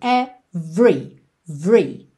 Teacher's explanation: esse E do meio é mudo. Ou seja, do V a gente vai direto pro R.